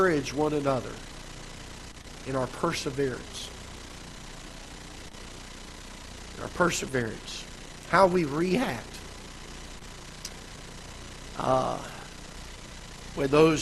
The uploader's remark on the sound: Ketha Heights Baptist Church ~ Live Broadcast